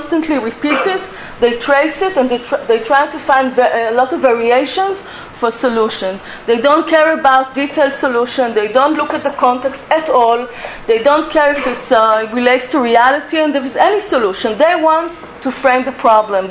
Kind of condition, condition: setting, live audience